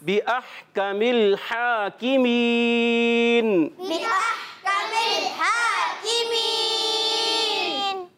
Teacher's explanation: پہلا بھی ہا حلق کے درمیان والے حصے سے اور دوسرا بھی ہا حلق کے درمیان والے حصے سے. اور یہ لام جو ہے یہ ہلنا نہیں چاہیے، بأحکم الحاکمین نہیں ہونا چاہیے، بأحکم الحاکمین بأحکم الحاکمین.